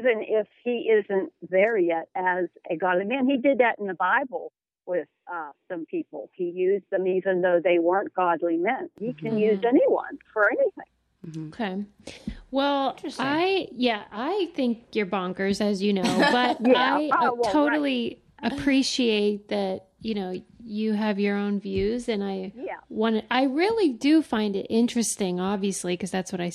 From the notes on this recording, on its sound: enjoy this phone call